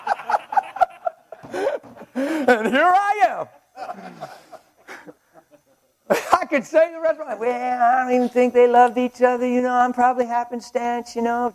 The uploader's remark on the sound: During our Saturday Men's Breakfast at the STEADFAST CONFERENCE